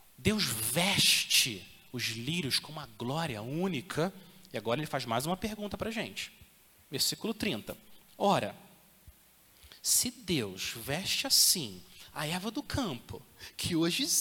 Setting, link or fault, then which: setting, large echoing room